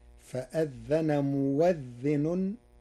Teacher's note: قرأ ورش كلمة مؤذن بإبدال الهمزة واوا مفتوحة، فتصير فأذن مؤذن بإبدال الهمزة واوا تخفيفا وهي في لغة العرب.